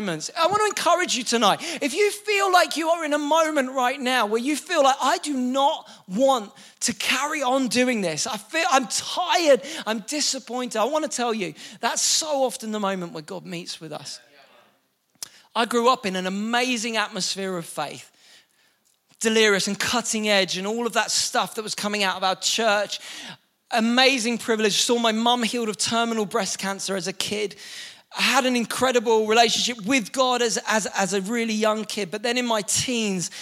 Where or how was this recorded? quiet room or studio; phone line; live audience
live audience